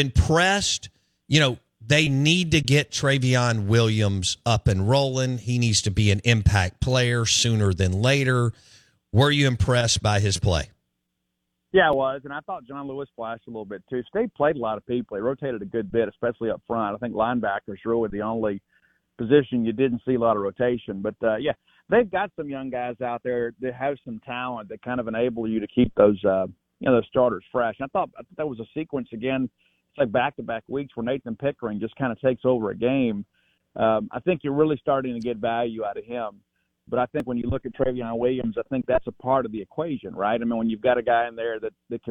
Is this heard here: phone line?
yes